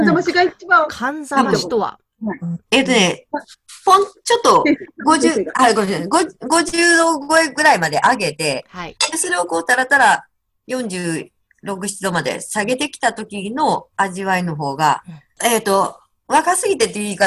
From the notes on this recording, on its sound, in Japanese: Zoom収録